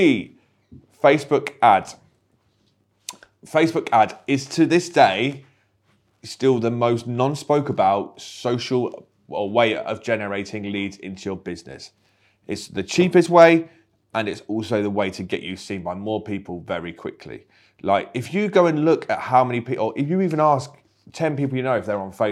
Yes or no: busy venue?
no